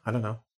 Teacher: They drop the T, push it together · Term: dunno